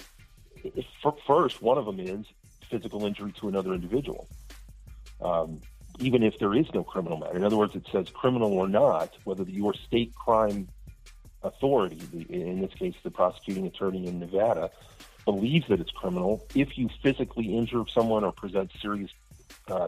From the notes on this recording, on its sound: answers phone calls all show long.